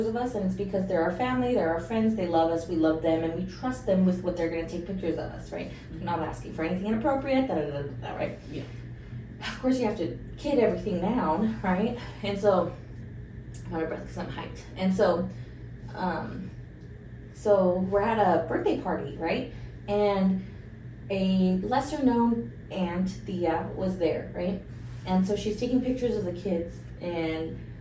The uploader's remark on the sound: We did have some audio troubles for this episode and apologize for any drop in quality.